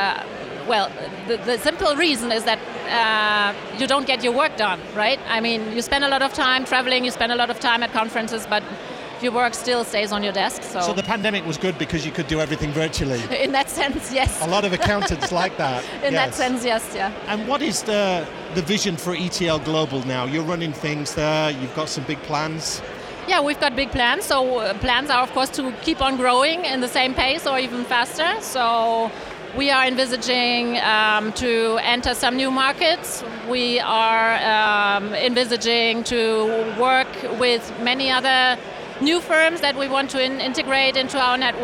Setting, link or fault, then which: setting, busy venue